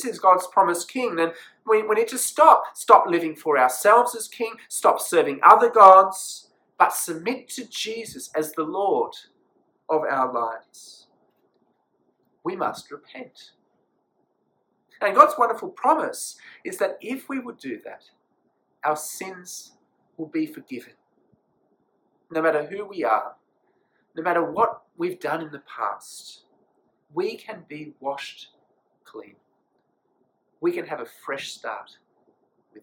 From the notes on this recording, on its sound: This sermon was preached at St Mary's Cathedral, Kuala Lumpur on 12th April, 2020.